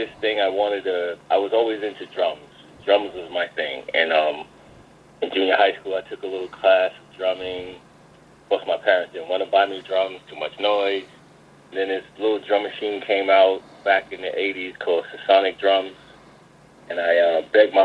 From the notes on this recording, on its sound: phone interview clip